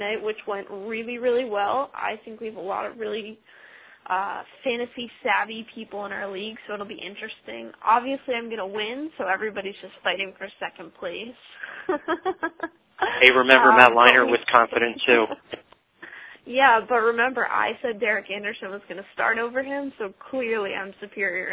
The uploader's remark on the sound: fan interaction via phone